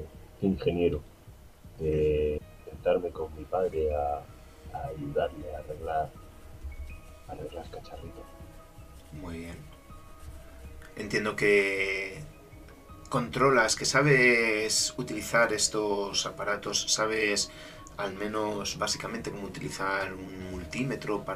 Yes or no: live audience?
no